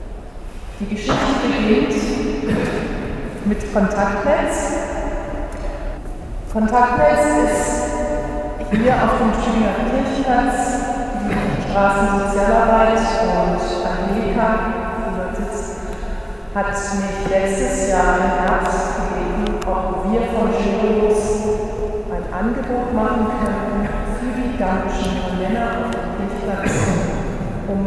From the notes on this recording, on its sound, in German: Am vergangenen Freitag Abend fanden sich einige Interessierte aus Freiburg in der Herz Jesu Kirche am Stühlinger Kirchplatz ein.